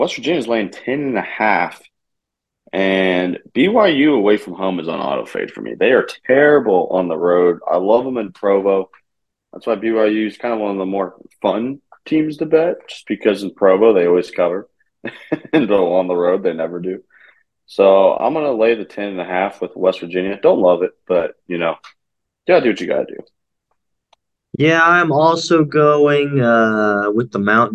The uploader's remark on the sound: It's a Zoom episode!